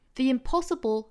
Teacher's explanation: 尾部的这个 bol 舌侧音 b 和后面舌侧音 l 连在一起是发成 bol 一个音节哈